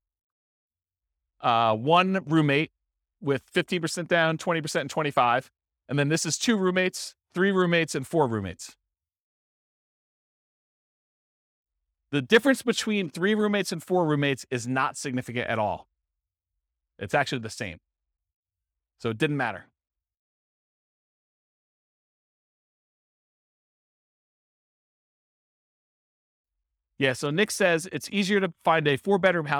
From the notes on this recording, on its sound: This was a live class recorded